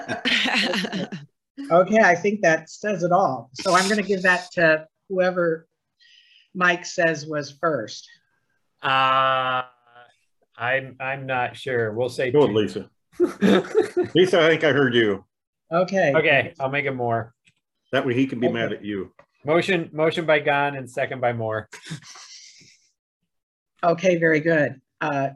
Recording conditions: video call